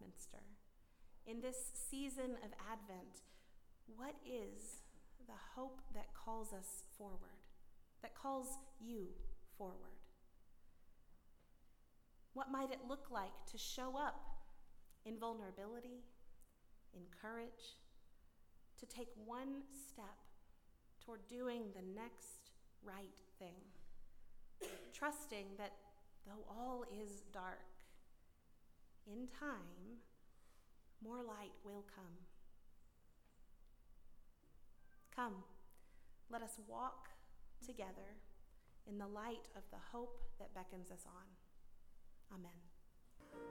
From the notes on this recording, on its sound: at Northminster Church on December 1, 2019